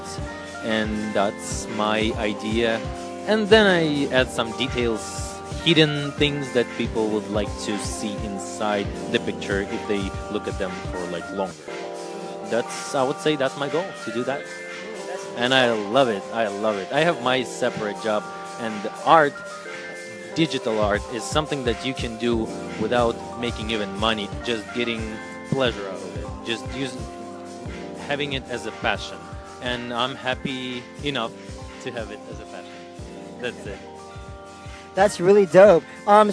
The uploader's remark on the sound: Live coverage of RAW Hollywood